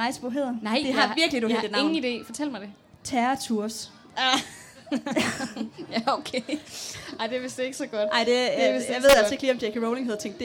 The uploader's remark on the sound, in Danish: Liveshow fra Harry Potter Festival i Odense